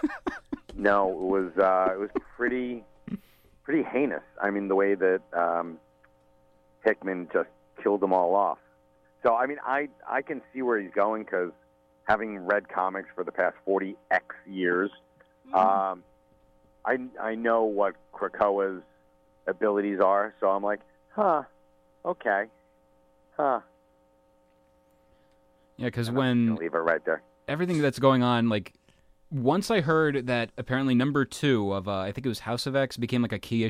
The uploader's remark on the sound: A telephone call